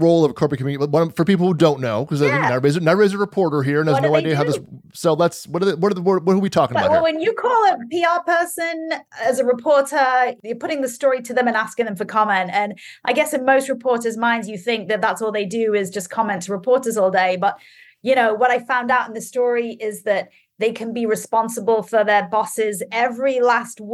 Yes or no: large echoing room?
no